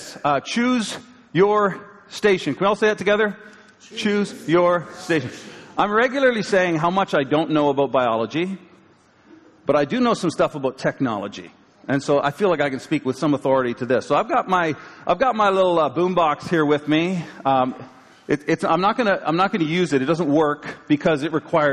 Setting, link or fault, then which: setting, large echoing room